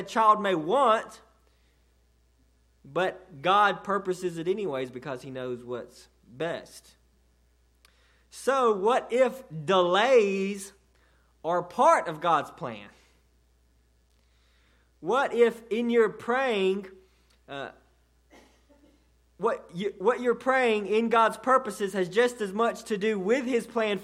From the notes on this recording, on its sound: delivered to Cottondale Baptist Church in Eastman, GA on 6/3/18